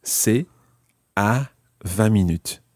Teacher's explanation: you might hear the ta, but the T is part of c'est